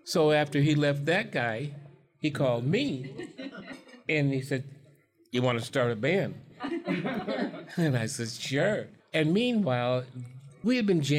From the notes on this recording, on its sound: This very first episode of Time Signatures was recorded live at Moriarty's in Lansing, Michigan.